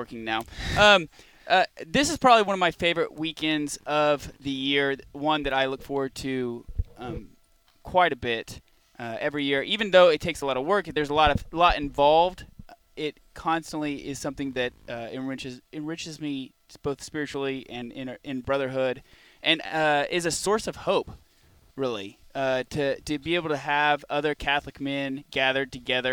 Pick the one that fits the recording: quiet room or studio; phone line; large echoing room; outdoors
outdoors